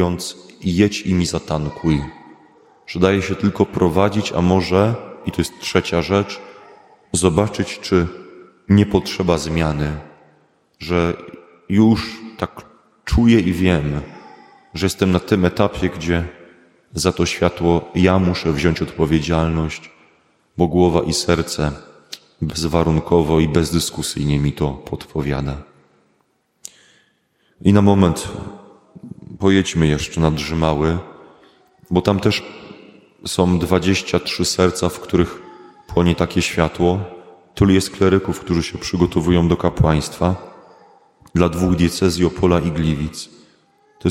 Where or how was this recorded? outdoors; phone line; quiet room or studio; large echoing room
large echoing room